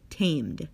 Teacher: The last sound in this word should vibrate